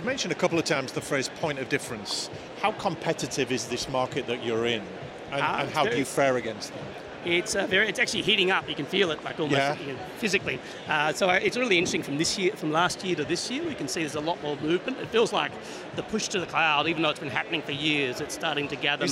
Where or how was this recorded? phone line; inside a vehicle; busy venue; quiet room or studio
busy venue